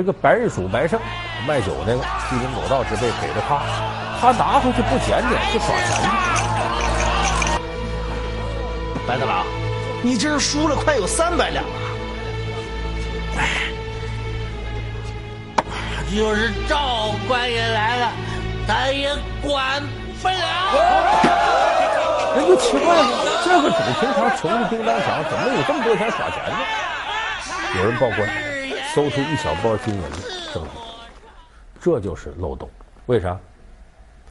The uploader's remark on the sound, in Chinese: 還有聽故事的觀眾